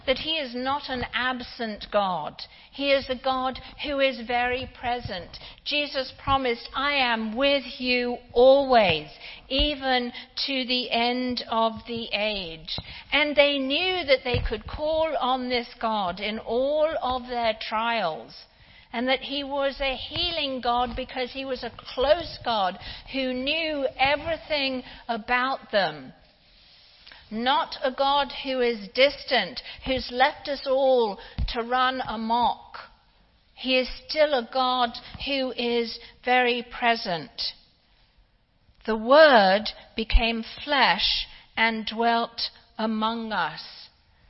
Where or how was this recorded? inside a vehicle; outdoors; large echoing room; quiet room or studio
large echoing room